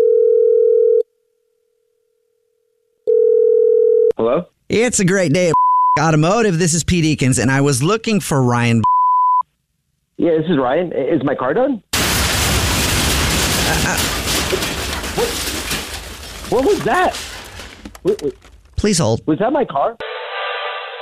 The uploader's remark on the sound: A Jubal Phone Prank.